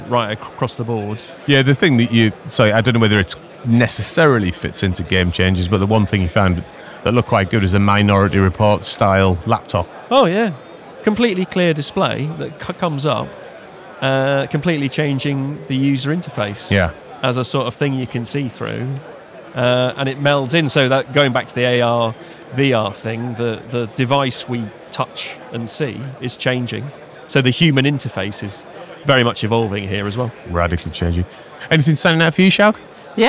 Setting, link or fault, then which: setting, busy venue